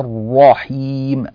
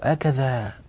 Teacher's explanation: أنت تبالغ كثيرا في مجموعة من الأحكام، فتبالغ في تفخيم الراء · Shown in: first take